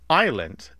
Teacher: So we don't pronounce the S in island because the French don't pronounce the S in Isle, and that is the word that we borrowed from the French.